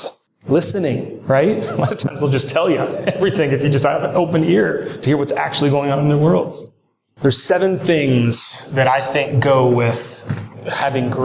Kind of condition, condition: setting, live audience